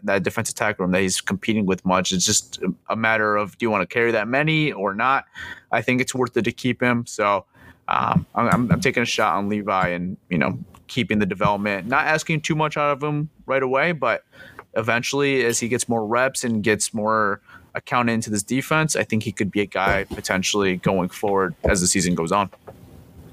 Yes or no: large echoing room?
no